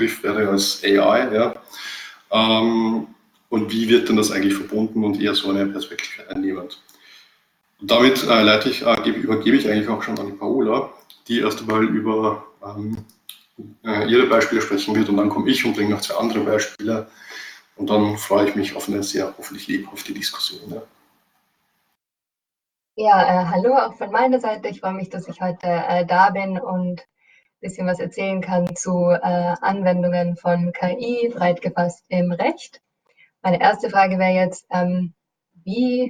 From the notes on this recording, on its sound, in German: Mitschnitt der Online-Veranstaltung von Donnerstag 6.